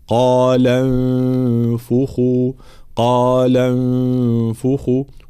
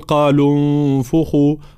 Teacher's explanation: في قوله تعالى: قال انفخوا، طبعا الفعل هنا فعل انفخوا يبتدئ بهمزة وصل، حال الابتداء نبتدئ بهمزة وصل مضمومة لأن الثالث من الفعل مضموم، فنقول انفخوا، إذا وصلناها بما قبلها همزة الوصل تسقط في درج الكلام، فنمر هنا من اللام المفتوحة إلى النون الساكنة المخفاة · Shown in: first take · قال انفخوا، قال انفخوا، هناك من لا يتخلص من حركة الضم فيقول قالوا انفخوا، قالوا، لا، قال انفخوا، لام مفتوحة نون ساكنة.